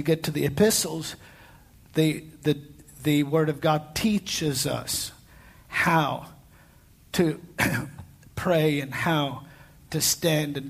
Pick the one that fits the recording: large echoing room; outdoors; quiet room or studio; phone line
large echoing room